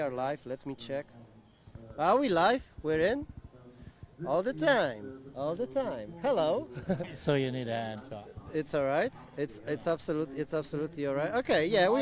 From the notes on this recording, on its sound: Chillout Room - Conference Day 1 | HiveFest 2023 Event. HiveFest8, the Ola Surfista edition!